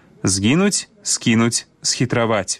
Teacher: пры літаратурным вымаўленні няма памякчэння гукаў «з» і «с» перад мяккімі заднеязычнымі